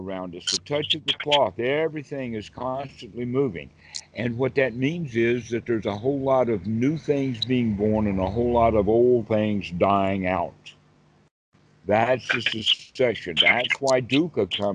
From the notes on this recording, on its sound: skype calls on this channel